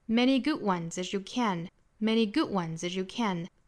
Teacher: 大家一定要强调在 good，而不是强调在 ones，也不是强调在 many · Term: 重读